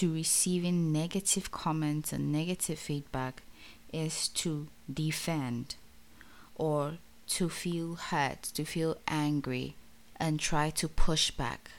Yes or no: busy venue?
no